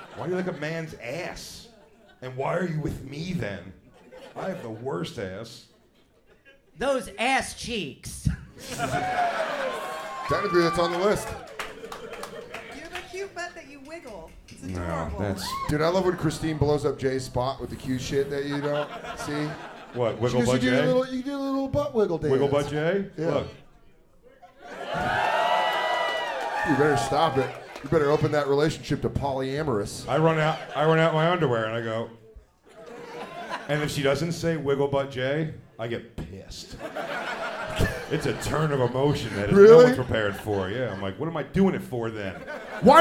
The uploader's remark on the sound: Live From the Moontower Comedy Festival in Austin, Texas